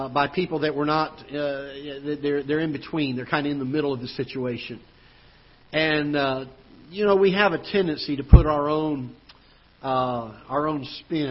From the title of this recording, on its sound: Ketha Heights Baptist Church ~ Live Broadcast